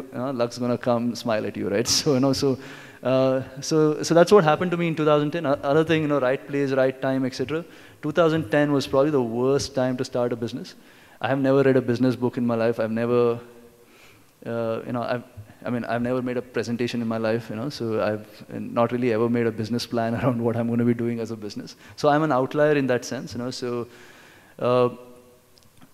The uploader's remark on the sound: This talk was recorded at UnPluggd 2017 edition - NextBigWhat's marquee annual tech conference.